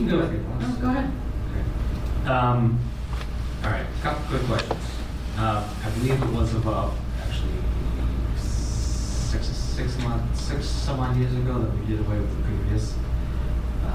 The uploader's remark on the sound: Audio recording of the Economic Development Subcommittee (EDC) held on Wednesday, September 6 , 2023 in the Council Chambers. This session of the radio show shares the audio recording of the Economic Development Subcommittee (EDC) held on Wednesday, September 6 , 2023 in the Council Chambers.